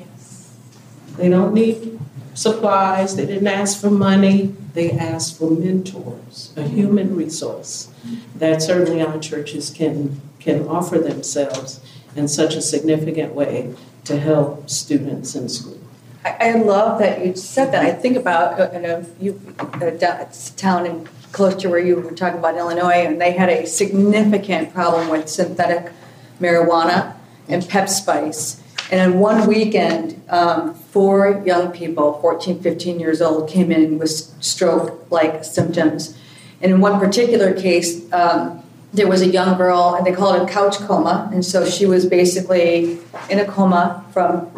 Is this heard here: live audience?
yes